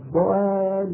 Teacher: ينطق ضادا مفخمة ويتبعها بألف مرققة، قال مثلا قال، يعني يركز الألف دائما. · Term: بترقيق الألف